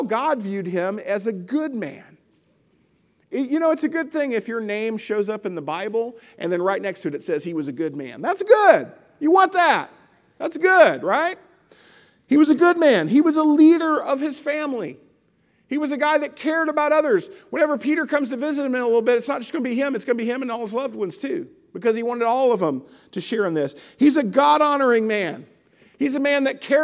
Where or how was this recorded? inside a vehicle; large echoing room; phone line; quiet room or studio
large echoing room